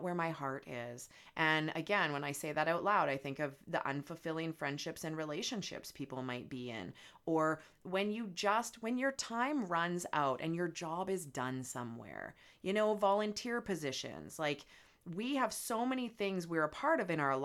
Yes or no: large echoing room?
no